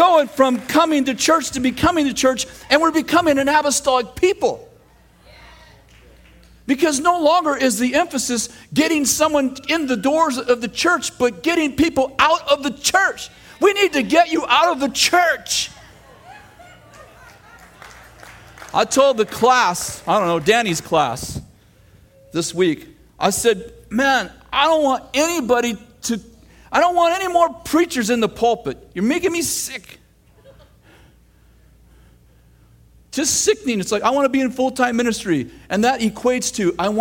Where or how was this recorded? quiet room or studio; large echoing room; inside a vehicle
large echoing room